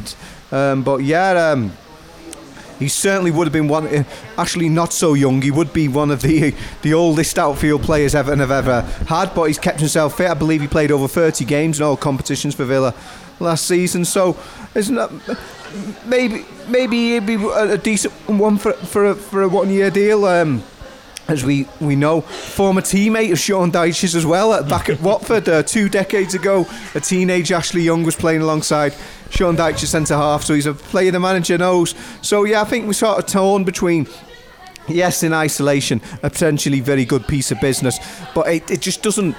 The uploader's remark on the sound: The team once again take a walk through a rainy Liverpool city centre to Lovelock's Coffee Shop.